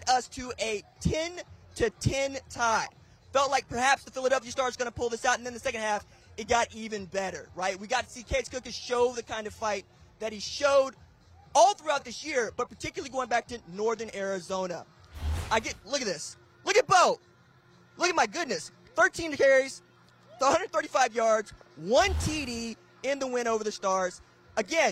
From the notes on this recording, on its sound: LIVE on the field in Canton, Ohio